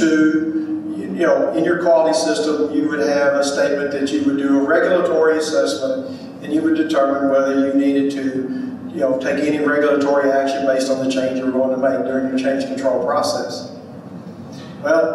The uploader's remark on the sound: Live Atlanta True Quality Roadshow Panel. This special episode features a recording of the industry panel from the Greenlight Guru True Quality Roadshow in Atlanta, presented by the Global Center for Medical Device Innovation (GCMI) and Rook Quality Systems.